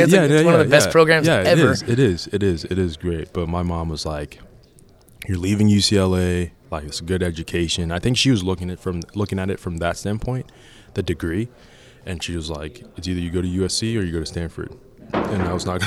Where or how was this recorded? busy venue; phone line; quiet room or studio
busy venue